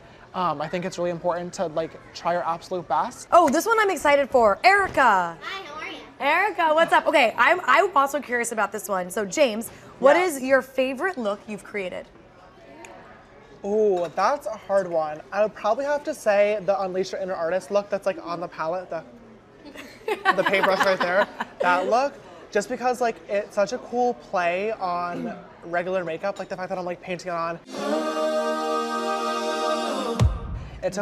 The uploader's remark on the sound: Q&A with fans at the Sugar Factory in New York